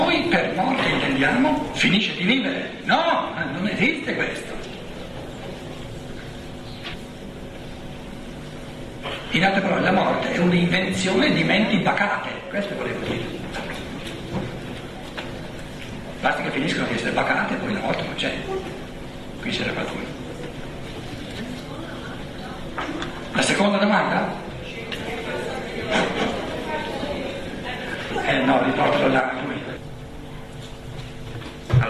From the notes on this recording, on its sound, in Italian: Dibattito con il pubblico